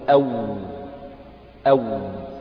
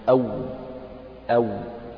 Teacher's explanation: فعندنا حال انفتاح الشفتين يخرج حرف الواو، وذكر هنا ثلاثة أحرف الواو والباء والميم، فالواو تخرج من الشفتين حال انفتاحهما، يعني بدون انطباق إحدى الشفتين على الأخرى · Term: الواو غير المادية